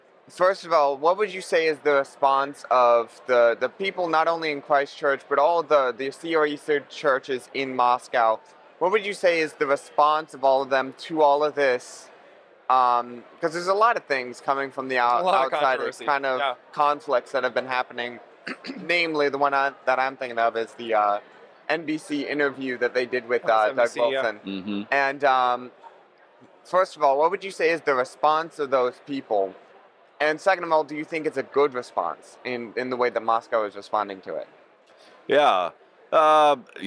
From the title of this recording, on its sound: FLF conference interview